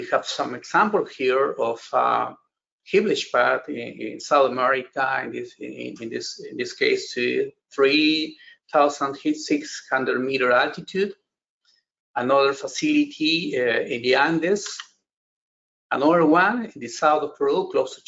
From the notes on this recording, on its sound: This is an audio version of the FGI webinar.